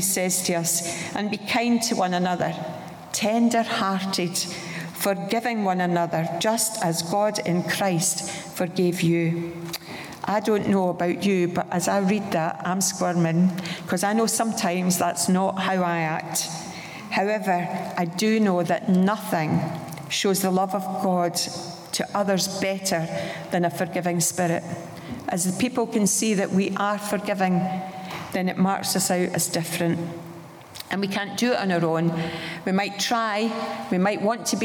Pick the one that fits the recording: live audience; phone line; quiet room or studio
live audience